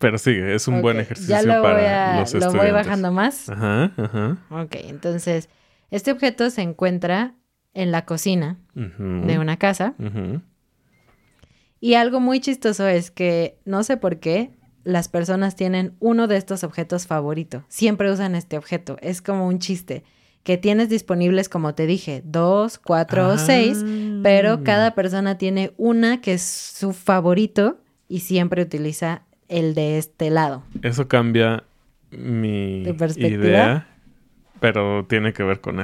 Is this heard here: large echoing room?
no